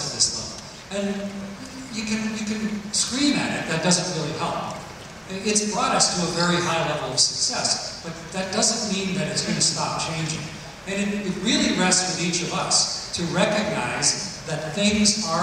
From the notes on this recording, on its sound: In #Toronto, at #The Elevate Technology Conference and captured his talk on stage for this special behind-the-scenes access.